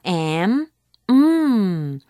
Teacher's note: 이 M의 소리는 윗입술과 아랫입술이 딱 붙어서 나는 소리죠